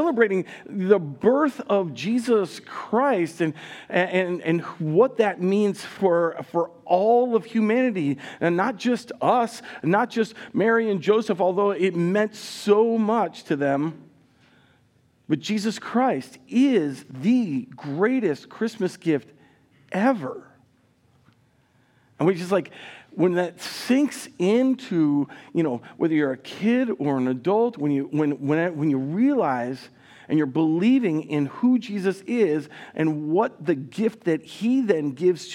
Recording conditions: large echoing room